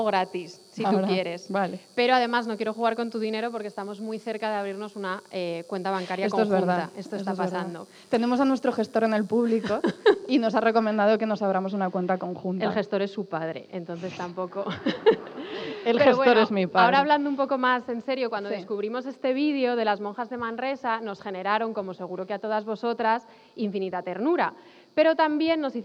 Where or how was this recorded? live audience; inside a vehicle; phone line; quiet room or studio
live audience